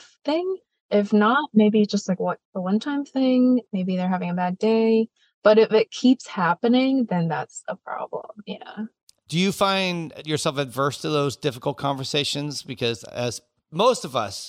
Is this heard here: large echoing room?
no